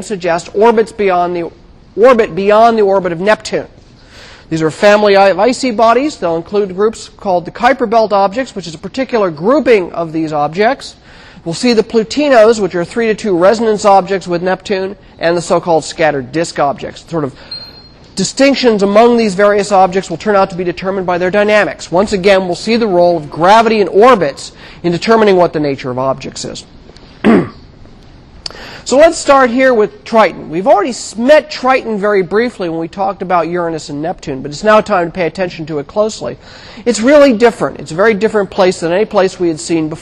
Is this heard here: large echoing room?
yes